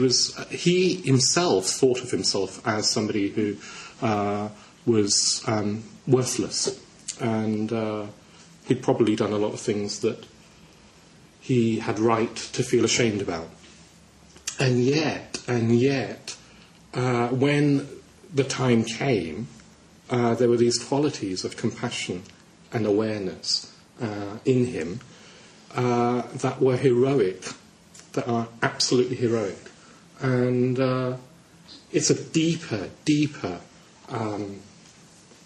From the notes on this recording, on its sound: given on Vajrasattva Festival Day at London Buddhist Centre on June 2009